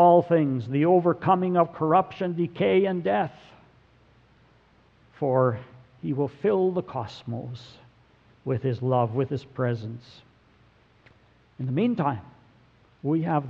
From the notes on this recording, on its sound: Sermon audio from November 26, 2017.